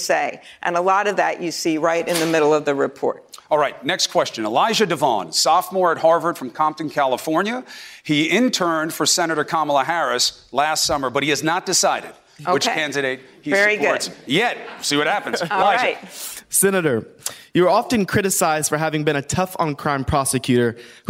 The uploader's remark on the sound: answers questions from students and young New Hampshire Democrats during a live town hall